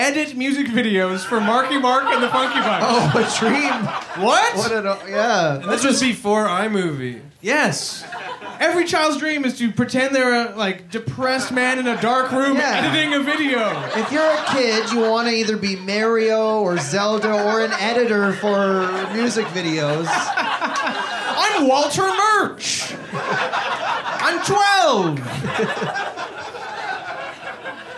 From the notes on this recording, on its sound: Here it is: our first ever live episode! Dazzle a sold-out crowd. At Comedy Bar in Toronto.